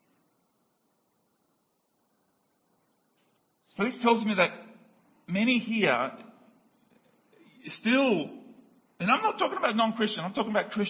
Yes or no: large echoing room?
yes